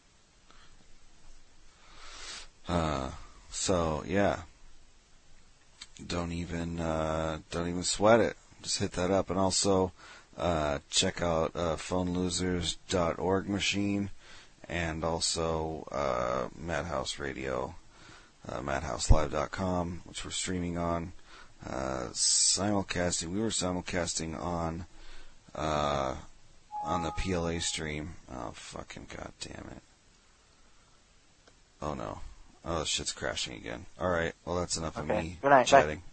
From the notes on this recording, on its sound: Prank Phone Calls